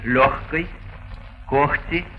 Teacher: А в середине слова вместо «г» произносится «ха».